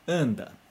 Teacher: De novo, quando tem A, N, a gente faz an, um som nasal.